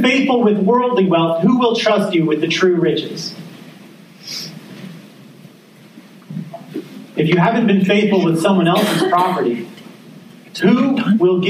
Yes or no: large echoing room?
yes